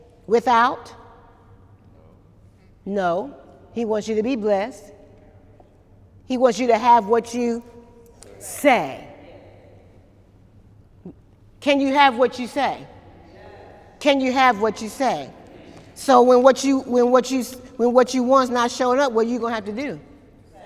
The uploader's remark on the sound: During Wednesday night service